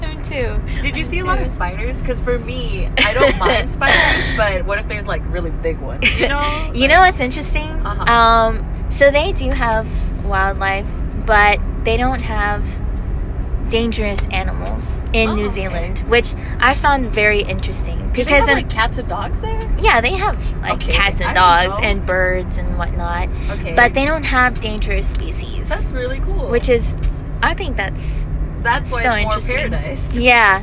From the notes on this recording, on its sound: Driving to the city and talking about travel plans, what could happen?